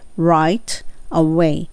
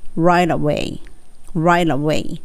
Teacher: can't get a camper van そして right away 今すぐっていう意味ですね。right away この場合は R をしっかり聞かせて right away の時に right の T は L の音に近くなり right away right away になります。なので right away よりも right la 歯の裏にベロつけてどちらかというと本当 L の発音と一緒で right away になります。I can't get a